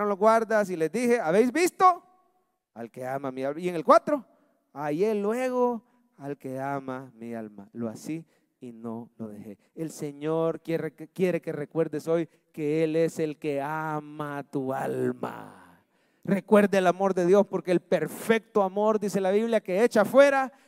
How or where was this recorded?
large echoing room